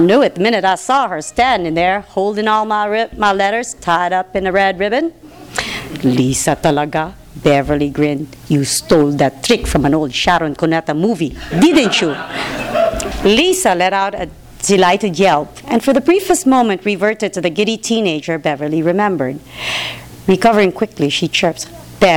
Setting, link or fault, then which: setting, live audience